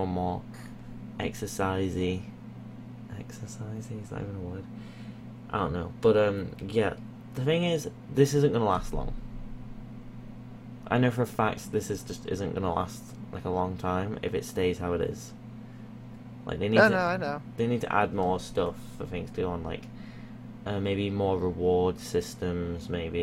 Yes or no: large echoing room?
no